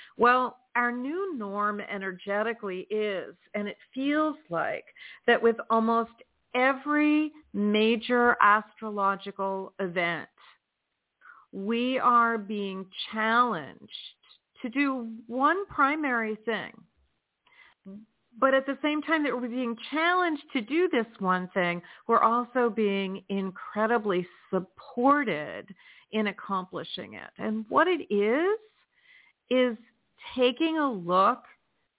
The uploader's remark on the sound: in response to callers' questions.